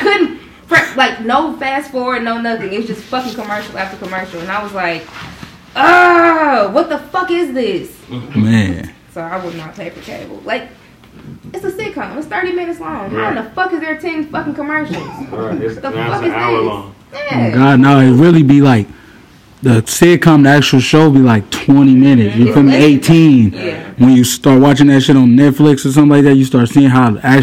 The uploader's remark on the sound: Is coming to you live from Satan's asshole...and we've got guests! We're aware the sound is a little...